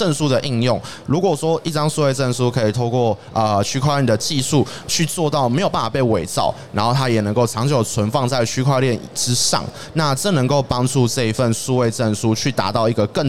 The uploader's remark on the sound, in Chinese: 2022 Taipei Cycle台北國際自行車展-Live Podcast